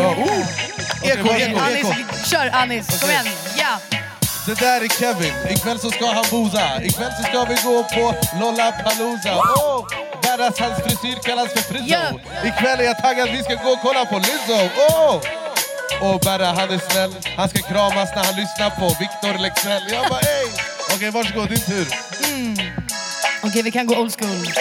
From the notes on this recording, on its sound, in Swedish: LIVE FRÅN LOLLAPALOOZA! Inspelad från Coke Studio på Lollapalooza Stockholm.